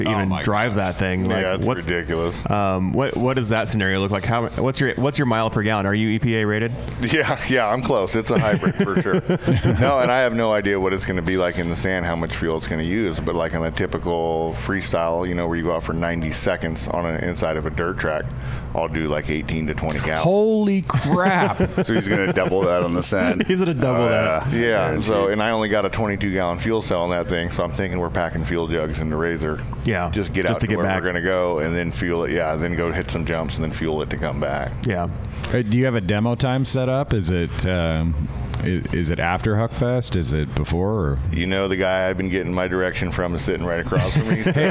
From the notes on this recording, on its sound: We are live in the Offroad Syndicate trailer at UTV Takeover Coos Bay, OR. We are live in the Offroad Syndicate trailer at UTV Takeover Coos Bay, OR.